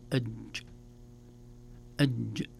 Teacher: هذه الرخاوة في الجيم ليست من فصاحة الجيم، الجيم حرف شديد